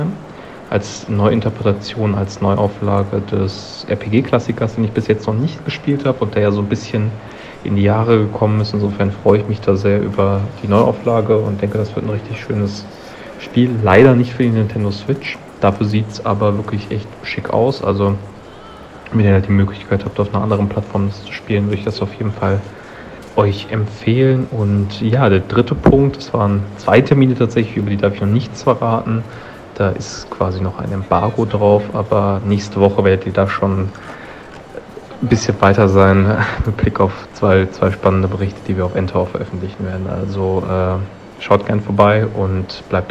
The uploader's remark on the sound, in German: Gamescom 2023. Wir haben auf der Messe immer wieder Ton-Aufnahmen aufgenommen.